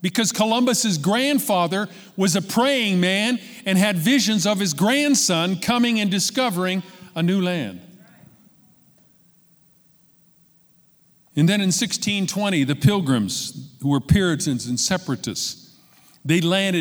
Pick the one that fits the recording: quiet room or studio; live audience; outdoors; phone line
live audience